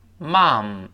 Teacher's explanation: mom，m o m 就是我们说妈妈。如果说母亲呢，正式的称谓就 mother，但是妈就是我们常说的妈妈，m o m 都是 mom。注意这是个美式英语，在英式英语中呢，这个妈或者妈妈我们一般叫 mum，口型略小一点都称 mom。在美式英语中呢，用 mom 口型略大一些发啊，都称 mom，就更像中文中这个妈这个声音，但最后要闭住嘴 mom，最后 m 结尾发嘴要闭严